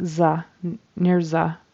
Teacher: near the, it sounded like a Z, like za, near za.